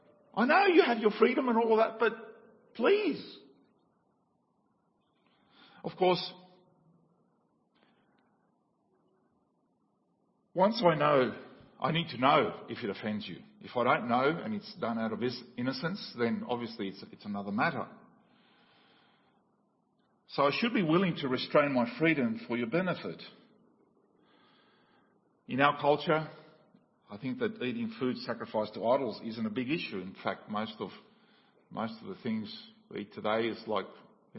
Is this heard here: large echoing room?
yes